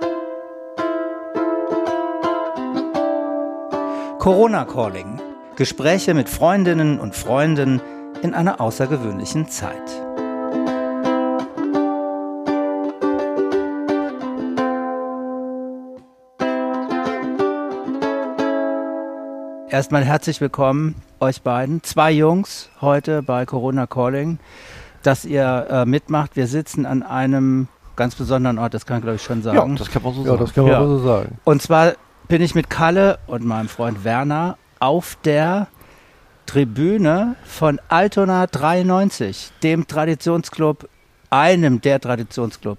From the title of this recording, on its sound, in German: Ein Fußball-Tribünen-Gespräch